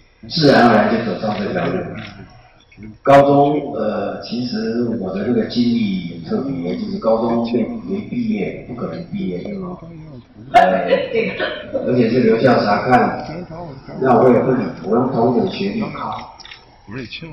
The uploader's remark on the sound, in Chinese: 北京师范大学现场实录